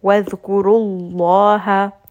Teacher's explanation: lam is heavy because the letter ra, the letter before, has dhamma · Term: heavy lam